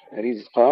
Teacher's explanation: الزاي الساكنة نحذر أن نحولها إلى سين